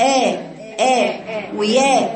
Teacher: بتقول آية خطأ لأنها أمالت الهمزة وأمالت الياء